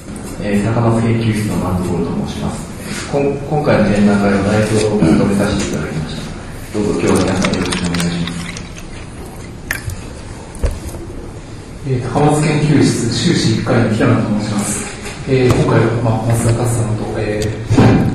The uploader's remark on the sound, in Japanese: …研究室作品展「the horizon」公開収録。今日は、京都で行なわれている京都大学…研究室の展覧会会場から公開収録を行ないます。